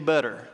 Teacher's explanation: Plus, we don't say butter, you know, we say, we change the T's to D's and we say butter